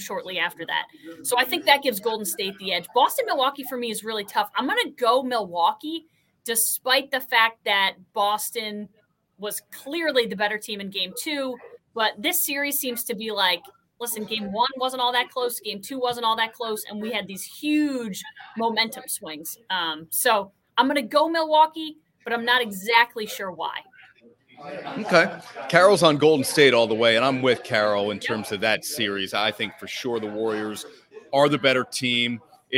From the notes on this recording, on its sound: LIVE from Kings Tavern in Saratoga Springs.